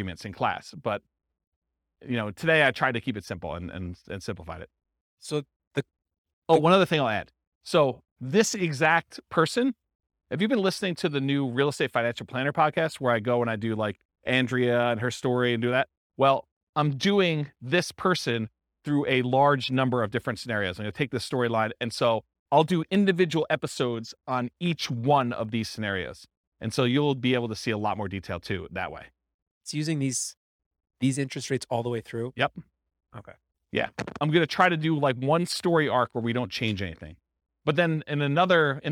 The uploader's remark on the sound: This was a live class recorded